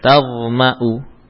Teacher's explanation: Jadi wawunya enggak dibaca, yang dibaca hamzahnya. Ya. Nah, alifnya tertulis tapi tidak ada pengaruhnya dalam bacaan memang.